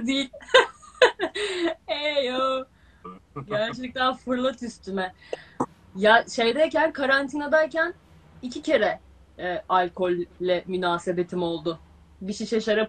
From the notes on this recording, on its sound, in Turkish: 3 Mayıs 2020 tarihli Instagram Live kaydı.